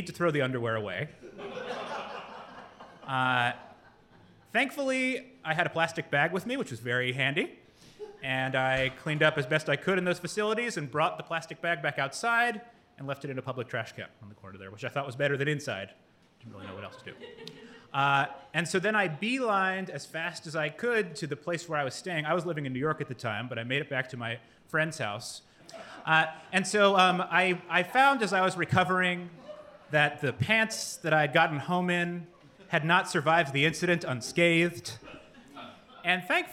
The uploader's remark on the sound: This episode was recorded live at The General Wine & Brew in Seagrove, NC.